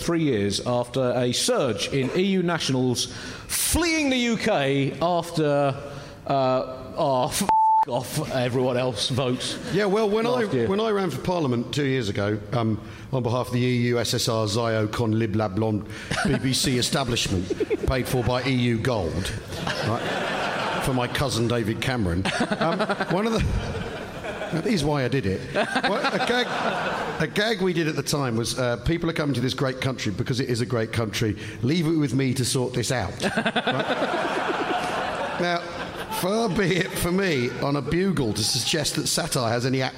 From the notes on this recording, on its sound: Recorded live at New Town Theatre in Edinburgh.